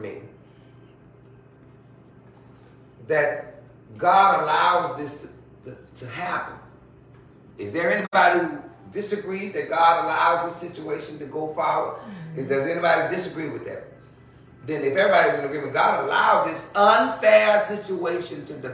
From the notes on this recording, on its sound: In a Bible Study taping, live at the Historical St. Mary Congregational Church of Abbeville, La., congregants are unexpectedly cast in the role of counsel.